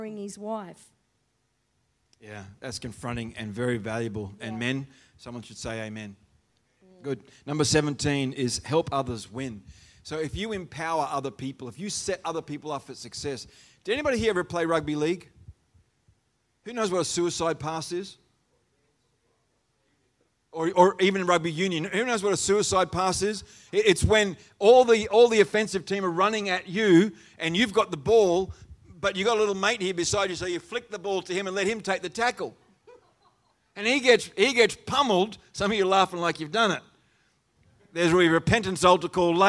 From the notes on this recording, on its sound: The live stream of Destiny Church Atherton.